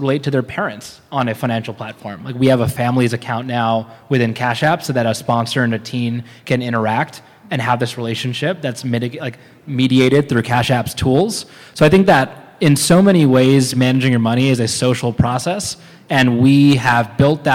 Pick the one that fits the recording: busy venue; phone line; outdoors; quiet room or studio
busy venue